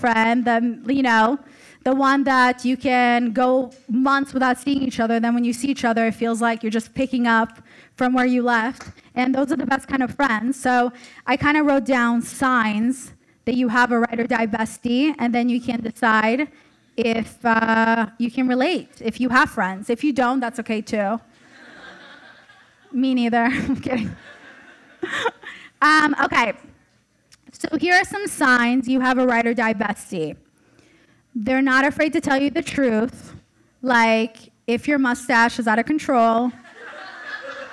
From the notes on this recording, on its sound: (LIVE SHOW SPECIAL). Takes the stage for the first ever live recording of Almost Adulting. Recording live from The Hollywood Improv.